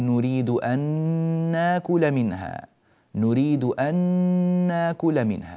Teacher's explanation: أدغمنا النون في النون وصار النطق بنون واحدة مشددة، ولا شك أن معها غنة واضحة · Term: الإدغام بغنة